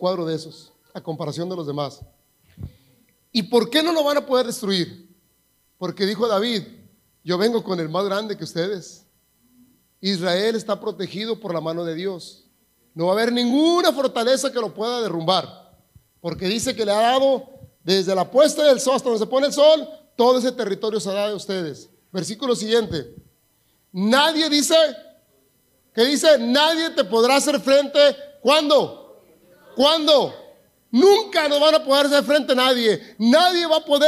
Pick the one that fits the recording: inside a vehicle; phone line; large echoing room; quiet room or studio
large echoing room